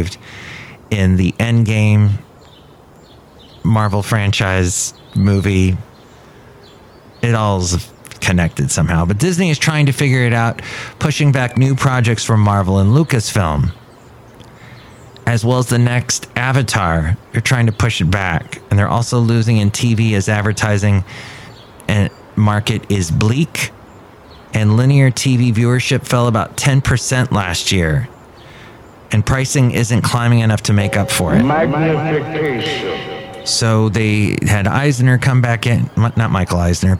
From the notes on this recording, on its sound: podcasts live from Café Anyway